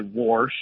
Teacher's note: you hear a lot of old folks say warsh and things like water, and so I hear that extra R get added occasionally · Term: R insertion